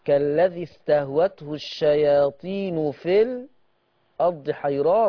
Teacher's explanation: بسكت على الساكن قبل ما بخش على الهمزة · Term: سكتات